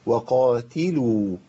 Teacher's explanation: التاء بتيجي منين؟ من طرف اللسان مع أصول الثنايا